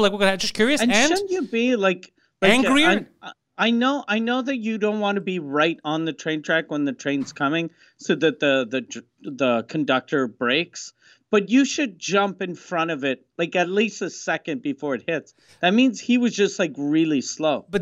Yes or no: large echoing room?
no